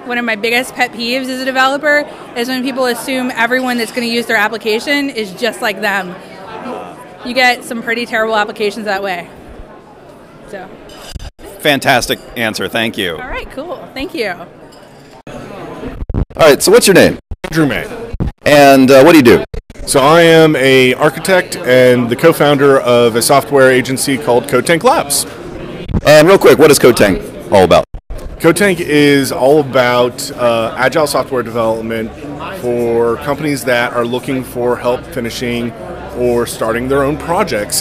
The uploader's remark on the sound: More Micro-interviews from the codestock 2019 conference